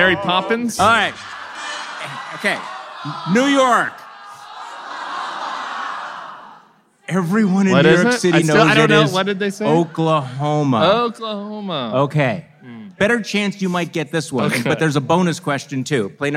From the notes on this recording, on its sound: Live from New York.